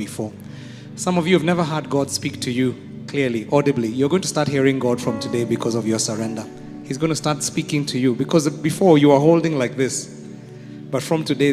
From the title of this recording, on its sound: Preached at Worship Harvest Church, Kampala